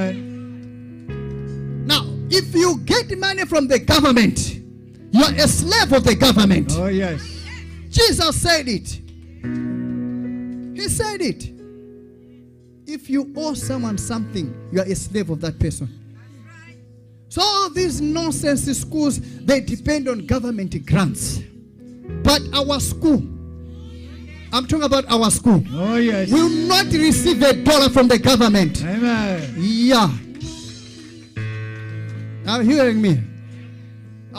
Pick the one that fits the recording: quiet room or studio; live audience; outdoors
live audience